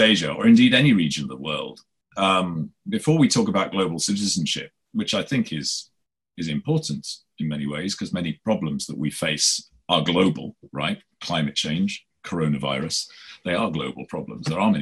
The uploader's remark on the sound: Recorded live via zoom.